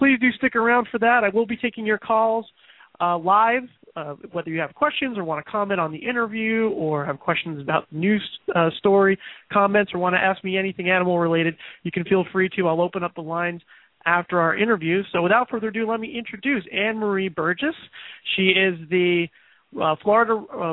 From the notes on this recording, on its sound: takes your calls live